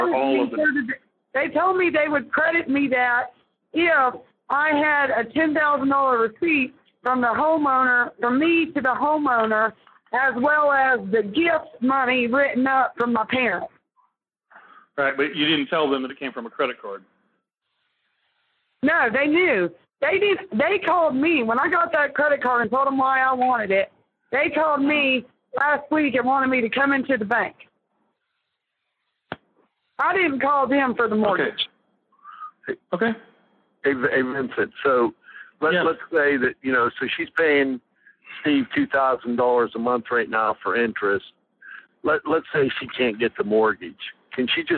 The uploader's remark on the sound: Live Call. Impromptu phone call.